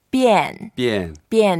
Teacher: Bian is the fourth tone, go down.